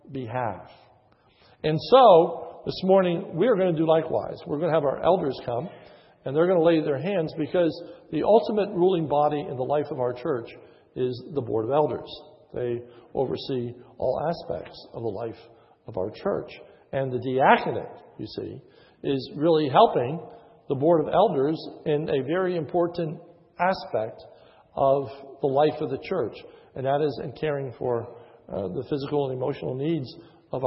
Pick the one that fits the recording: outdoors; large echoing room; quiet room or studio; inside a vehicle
large echoing room